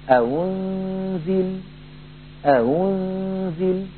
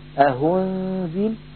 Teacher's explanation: لتسهيل الثانية المضمومة بين الهمزة المحققة والواو · Shown in: first take · أأنزل أأنزل ينطقها بين الهمزة المحققة والواو أيضا، فليحذر القارئ من إبدالها هاء لأن يقول أهنزل، وليحذر من تحقيقها على رواية ورش أيضا لأن يقول أأنزل.